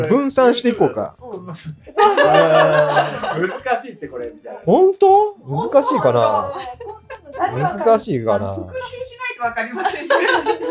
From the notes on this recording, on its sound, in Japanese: おもしろ仏教クイズ』inロータスラジオ公開収録。公開収録で大盛り上がりのなか繰り広げられた『仏教クイズ』。